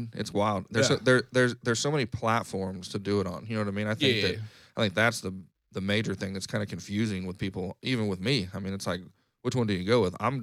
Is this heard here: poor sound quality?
no